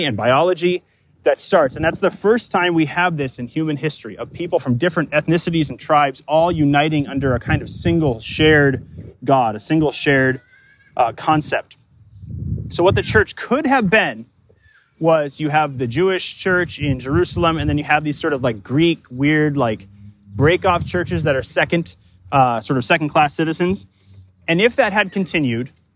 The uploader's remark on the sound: Delivered live in the park, at Capital City Church, in St.